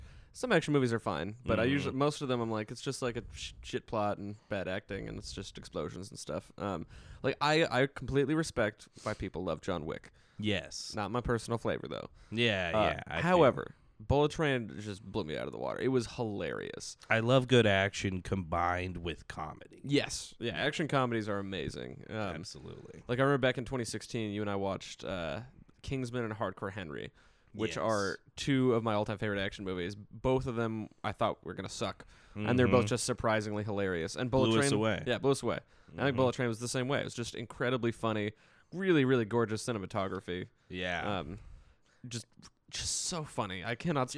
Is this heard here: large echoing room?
no